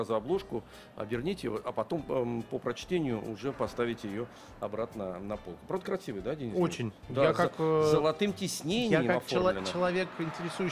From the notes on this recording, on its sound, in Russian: специальный выпуск шоу "Хочу все знать" с Московской международной книжной выставки-ярмарки на ВДНХ